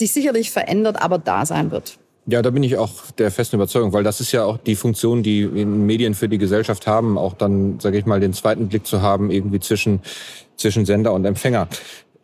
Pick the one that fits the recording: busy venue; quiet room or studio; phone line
busy venue